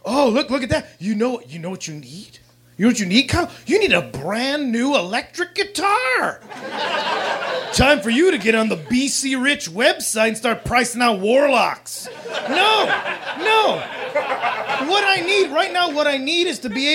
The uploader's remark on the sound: Recorded at Meltdown Comics in LA. In front of a live nerd audience.